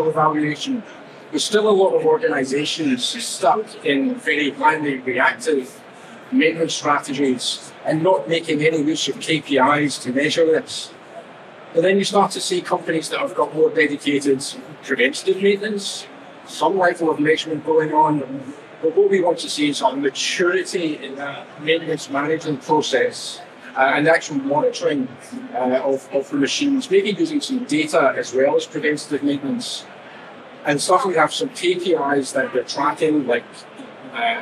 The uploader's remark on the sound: At this live session at the Smart Factory Expo in June